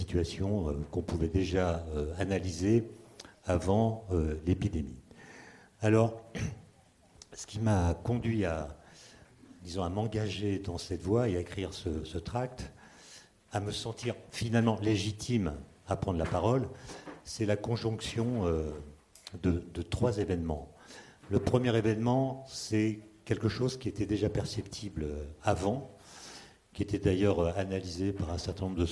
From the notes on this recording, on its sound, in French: lors d'une conférence inédite